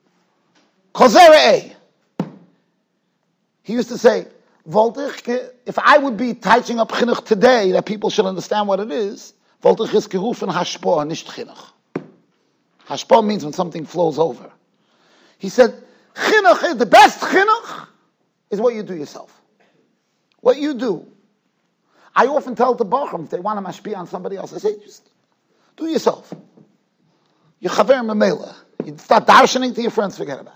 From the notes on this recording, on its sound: Shiur recorded in Yeshivas Ohr Reuven, Monsey, NY